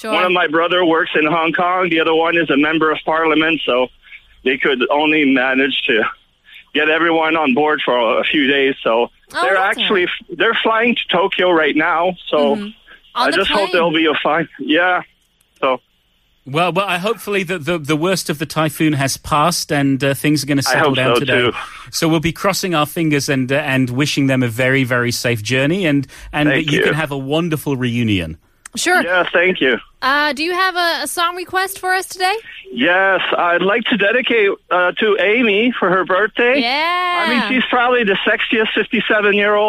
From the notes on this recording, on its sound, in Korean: 청취자 전화연결